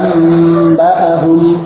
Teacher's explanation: nun sukun tersebut itu diganti menjadi mim.